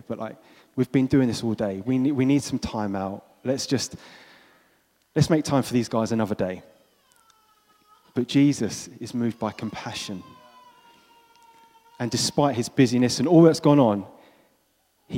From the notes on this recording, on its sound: This was recorded at Skylark Church on 27th October 2019.